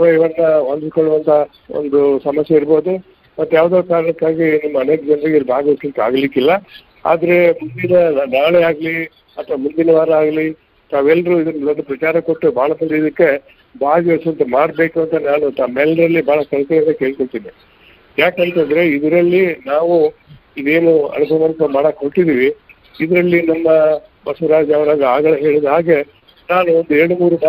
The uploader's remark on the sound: Jagatika Anubhava Mantapa-Conference call Meetings Inaugural Speech